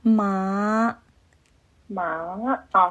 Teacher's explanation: 你这个妈发音很对，但声调，对，声调没有拐弯，应该要拐弯